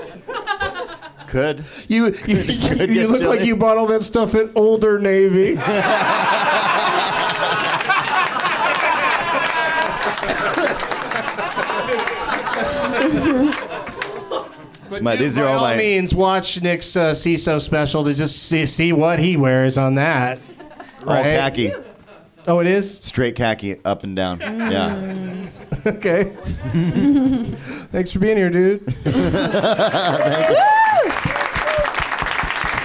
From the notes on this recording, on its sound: Live from the NerdMelt Showroom in LA